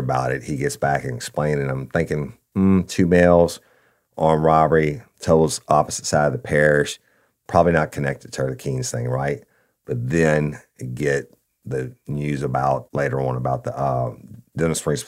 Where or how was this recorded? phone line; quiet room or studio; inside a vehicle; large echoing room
quiet room or studio